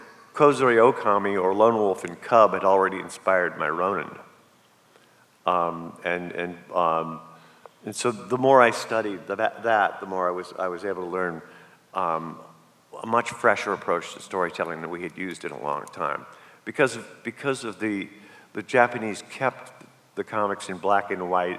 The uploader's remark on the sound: A very rare appearance at the Toronto FanExpo Q&A Panel.